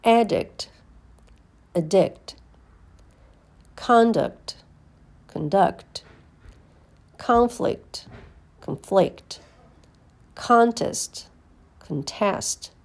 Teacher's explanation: The following pairs of nouns and verbs are spelled the same but pronounced differently because of changing syllable stress. When the word is the noun, the stress syllable falls on the first one. When it is a verb, the stress syllable falls on the last one. Make sure you reduce the vowel in the unstressed syllable.